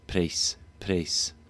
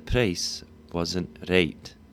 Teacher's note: So price and right are flattened. That's exactly the same pattern that we encounter with a Canadian raising of this sound.